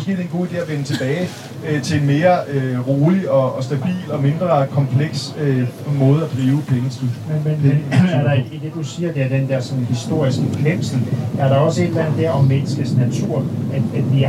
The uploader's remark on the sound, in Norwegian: (dårlig lyd)